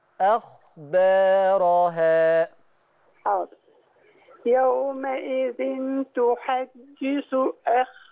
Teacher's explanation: انت عارفه اني عدلتها لك عشان الخاء مفخمه فعايزه تنضبط